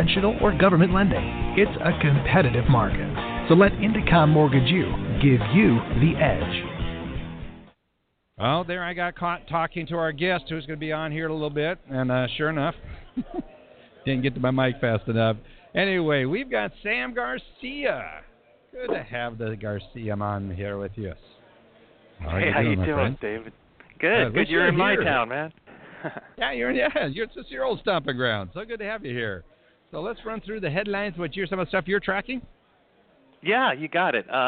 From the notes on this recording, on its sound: Broadcasting "LIVE" from the MBA Mortgage Technology Conference & Expo. We will be broadcasting "LIVE" from D+H's Booth at the MBA's National Mortgage Technology Conference and Expo in Los Angeles.